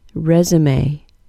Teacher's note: The vowel sound in the first syllable of resume is a short E sound, and it's stressed. Then there's a Z sound, then schwa, then the final syllable is pronounced may, with a long A.